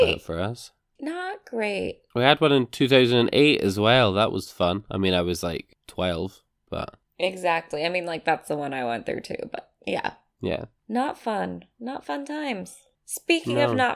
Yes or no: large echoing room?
no